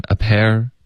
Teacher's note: 这个 pair 大家稍微注意滑动，会滑到一个儿化音